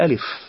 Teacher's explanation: علشان كده بيقول وما سوى الحرف الثلاثي لا ألف، يعني الألف لا مد فيه لأن وسطه متحرك